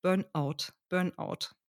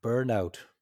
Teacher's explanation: was wir dann machen, ist, dass wir den Vokaleinsatz da einfügen. Also es wird nicht so verbunden, sondern wir sprechen das, äh, wie man das auch aus dem Deutschen kennt, mit dem Glottisschlag. · Shown in: first take